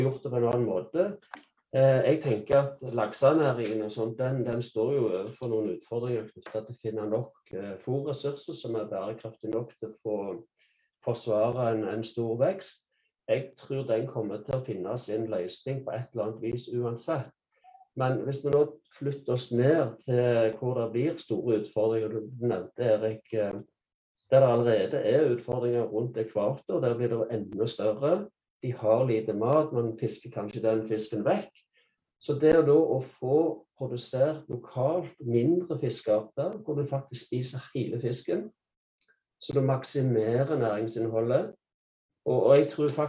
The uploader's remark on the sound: Live Zoom